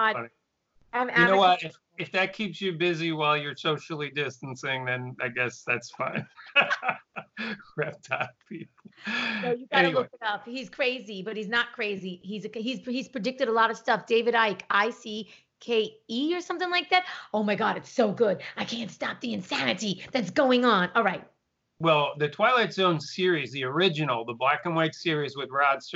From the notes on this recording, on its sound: This episode is done over Skype as they adhere to the social distancing directive in Los Angeles due to the Corona Virus.